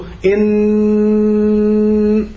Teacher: النون مخرجها النهائي من الخيشوم، ويسهم في إنتاجها طرف اللسان. فأنتم إذا نظرتم ستجدوا أن النون، أن الهواء كله يخرج من الخيشوم.